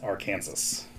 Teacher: The only acceptable pronunciation is in three syllables, which the final S is silent and the A in each syllable with the Italian sound.